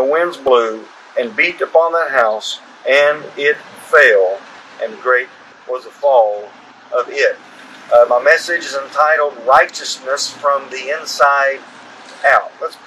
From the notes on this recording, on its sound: This service was held at the Washington town square.